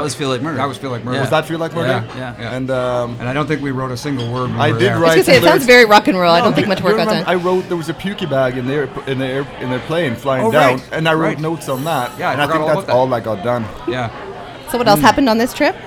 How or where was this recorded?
busy venue